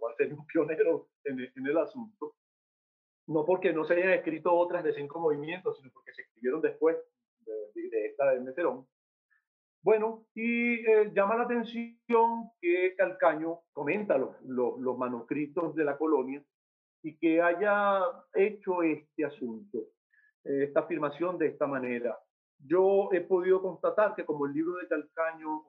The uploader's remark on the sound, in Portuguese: Plataforma ZOOM